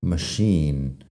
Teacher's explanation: Fíjate una cosa que la CH en machine suena en este caso como si fuera SH.